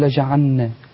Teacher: بيخفي اللام بيقول لجعلنا. بيضغم اللام في النون